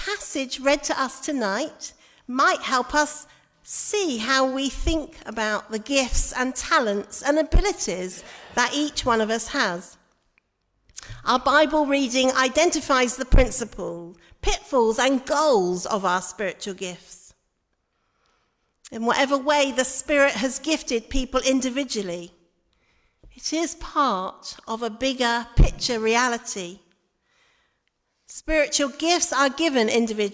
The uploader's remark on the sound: Live recording and after interviews from the Churches Together Service